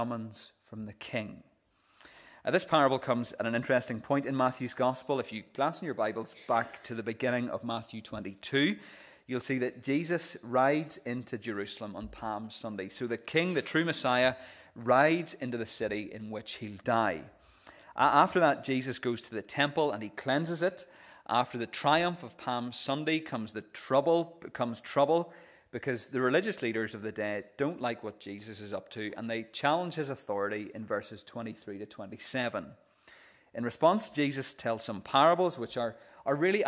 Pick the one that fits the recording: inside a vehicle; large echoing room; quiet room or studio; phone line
large echoing room